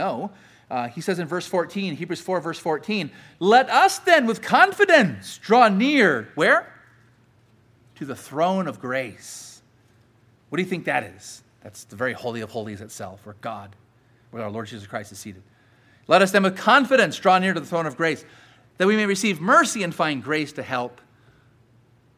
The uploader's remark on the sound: Sermon preached at Grace United Reformed Church